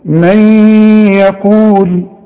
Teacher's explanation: هتدغم النون في الياء